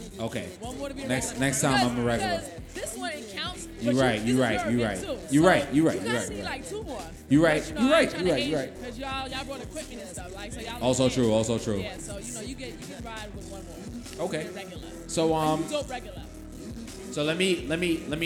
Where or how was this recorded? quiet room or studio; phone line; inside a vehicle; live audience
live audience